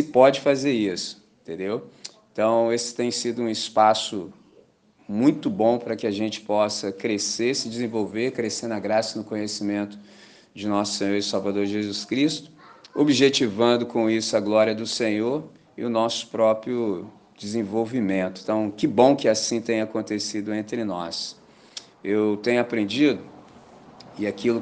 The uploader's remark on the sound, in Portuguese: Gravado na manhã de Domingo 2 de Julho de 2023, na celebração da Missão Batista em Candelaria, Volta Redonda, RJ.